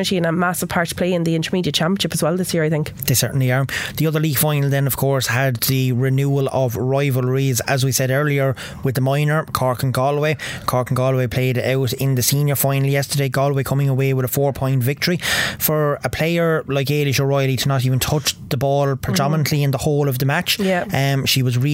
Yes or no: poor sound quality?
no